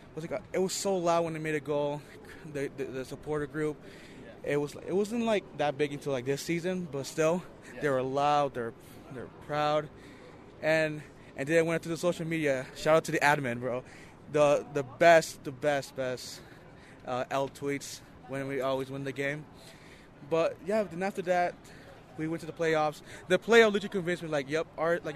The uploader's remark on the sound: Live From RSL Practice